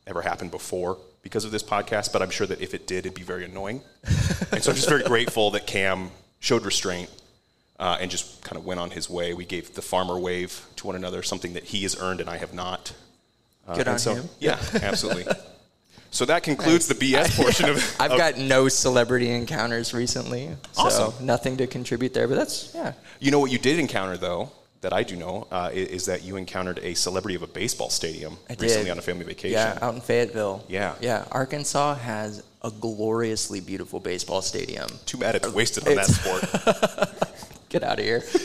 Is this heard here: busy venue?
yes